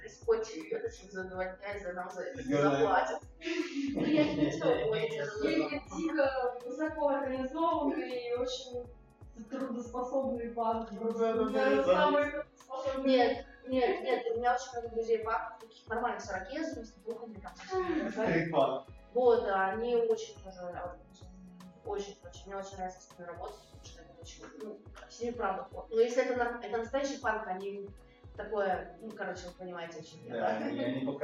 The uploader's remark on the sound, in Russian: Эфир получился очень насыщенным, но, к сожалению, из-за технической ошибки возникли проблемы со звуком.